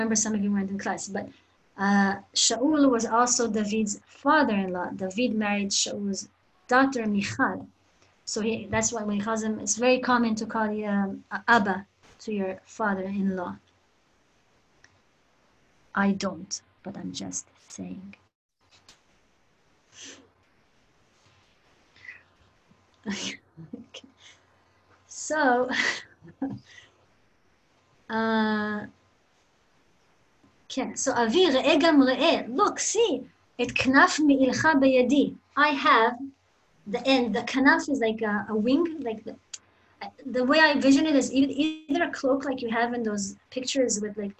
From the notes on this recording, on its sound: Zoom Class.